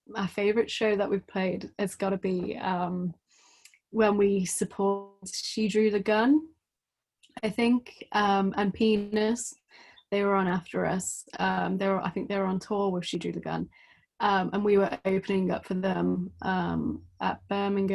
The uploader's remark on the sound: We recorded the conversation over Zoom